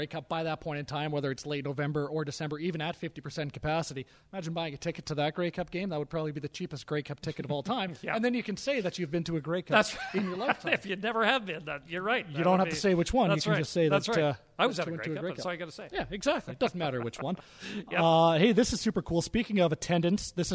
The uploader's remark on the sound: broadcast live from Wendel Clark's Pub and Grill in Saskatoon